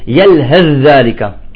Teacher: هون واجب الإدغام، يسمى إدغام متجانس